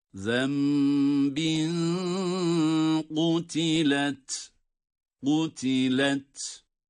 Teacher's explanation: Kaf kalın, sonda ta kendi sesiyle, sükun sesiyle okunuyor, duyuruluyor tabii ki ta sesi.